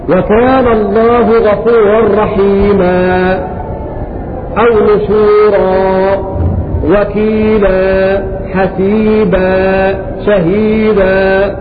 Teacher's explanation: فهذا يسمى مد طبيعي في حال الوقف، أما إذا وصلت فقد زال المد، ولأجل هذا سمي مد طبيعي. · Term: مد العوض